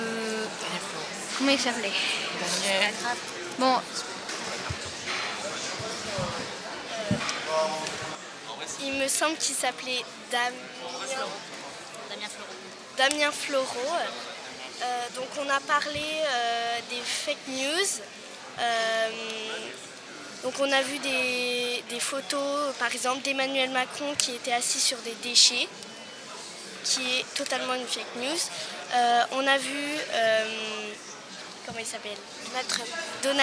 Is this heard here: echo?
no